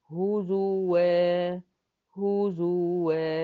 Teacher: افضل محتفظة بوضع الضم لغاية ما اخلص الواو لان الواو فيها ضمة مخرج هزوا هزوا هنا في تتالي ضم